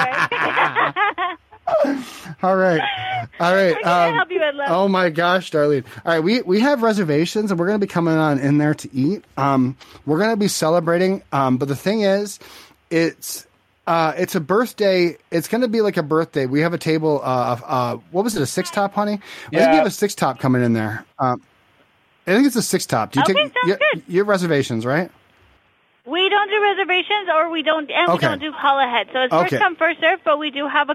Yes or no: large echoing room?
no